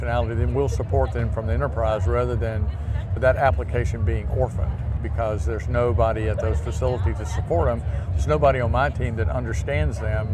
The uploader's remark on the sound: an Interview in Action live from ViVe 2023